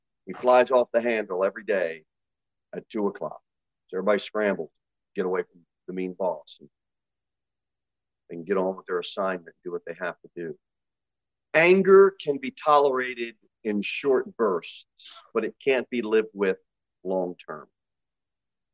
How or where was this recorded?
large echoing room